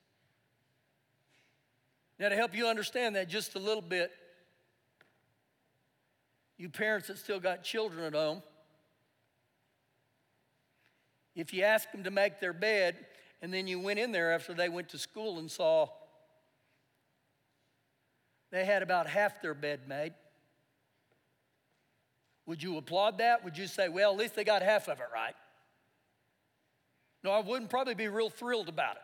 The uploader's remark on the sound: Recorded live during our Sunday morning service